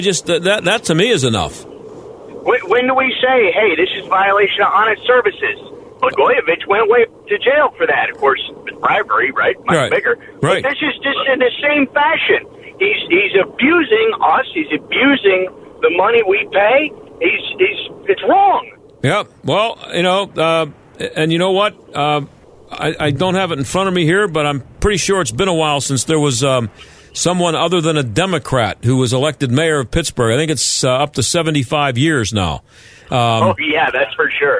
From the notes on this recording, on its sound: takes some listener calls